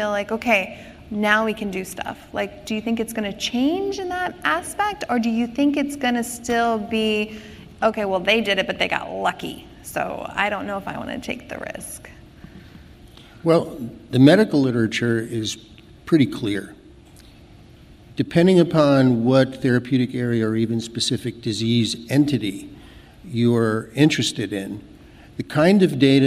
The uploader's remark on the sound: This podcast presents a session from the 2019 Mobile in Clinical Trials conference